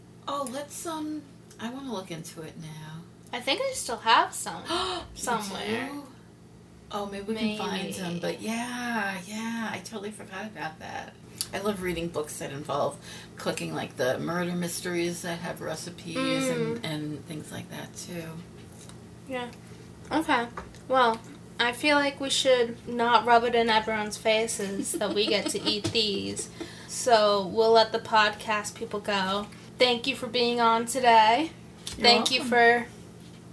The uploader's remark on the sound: This episode plays out a little differently than others as the mother-daughter duo step into the kitchen to live cook one of their favorite dishes.